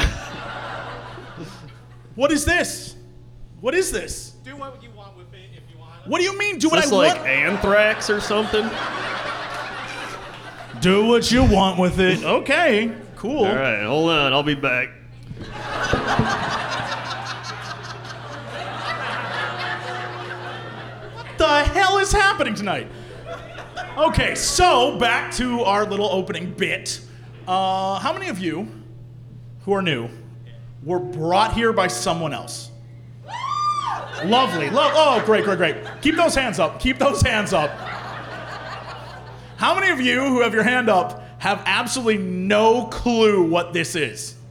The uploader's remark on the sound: return to Chicago once again for a live show